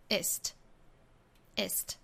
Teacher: 所有的最高级的这个 est 里面包含的这个元音啊都是松元音短元音 e